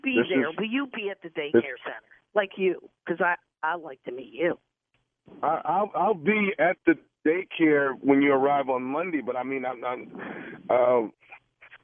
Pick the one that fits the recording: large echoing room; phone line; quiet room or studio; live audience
phone line